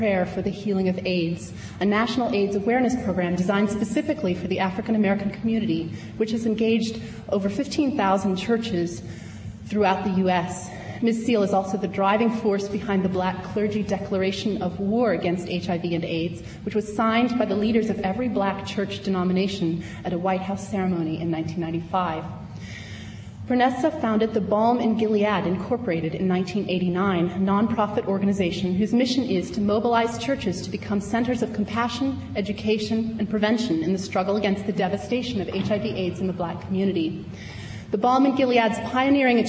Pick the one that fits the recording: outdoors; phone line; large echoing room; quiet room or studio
large echoing room